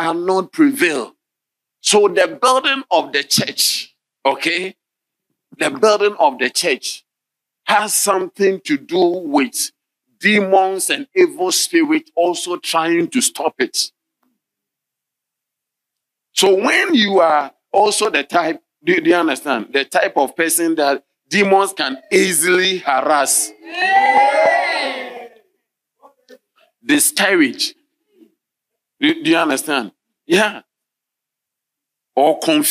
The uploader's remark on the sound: Sermon delivered on Tuesday, June 13, 2023, at LCI Mega-Church in Cape Town, South Africa.